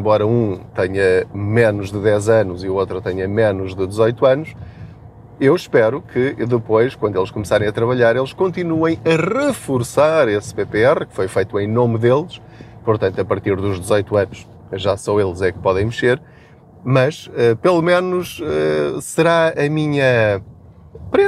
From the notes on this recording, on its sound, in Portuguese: Não ligue aos barulhos da viagem.